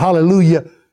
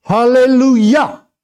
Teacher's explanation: But it's pronounced not hallelujah. The emphasis is not on the lu, it's on the yah. · Shown in: second take